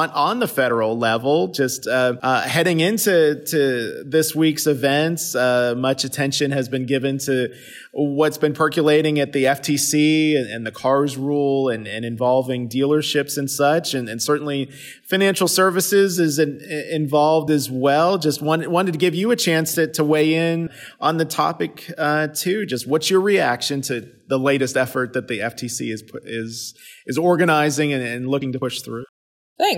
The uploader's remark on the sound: recorded in Las Vegas at the end of the organization’s annual Vehicle Finance Conference